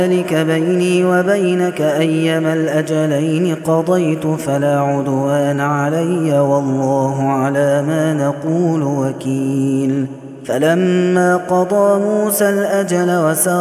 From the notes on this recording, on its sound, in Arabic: هذا التسجيل من صلاة التراويح.